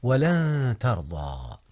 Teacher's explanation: أولا قوله تعالى ولن ترضى، هنا إخفاء يا أستاذنا، أخفيت نون لن قبل التاء، والتاء من أحرف الإخفاء